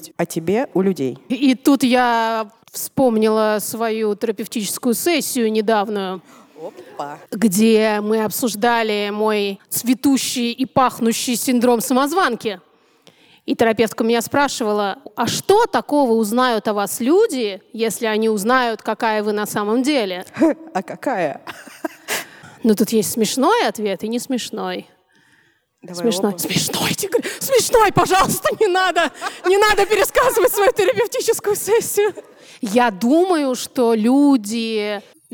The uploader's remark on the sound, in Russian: Мы встретились со слушательницами (и четырьмя слушателями!) в ДК Рассвет, чтобы провести предновогоднюю открытую запись.